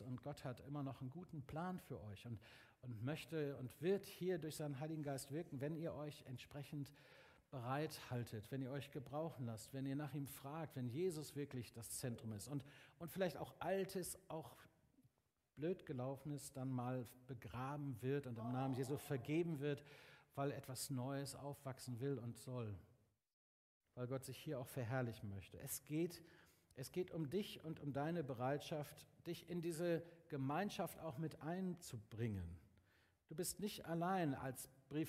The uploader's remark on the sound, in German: Aufzeichnung der Predigt des Gottesdienstes. Paulusgemeinde Bremen.